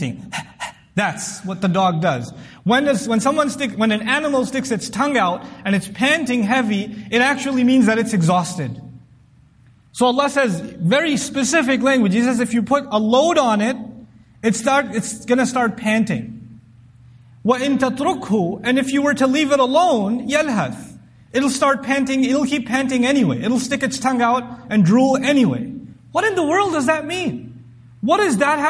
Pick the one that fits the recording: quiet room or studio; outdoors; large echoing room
large echoing room